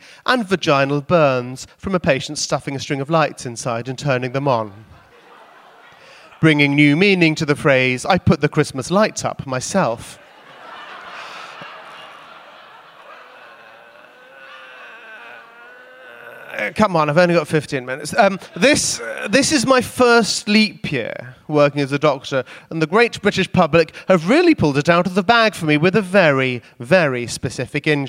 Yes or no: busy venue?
yes